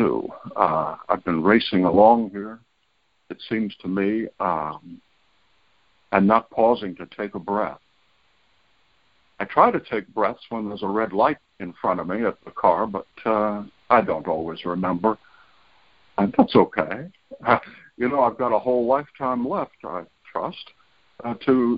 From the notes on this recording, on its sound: Monday Noon Phone Speaker Series.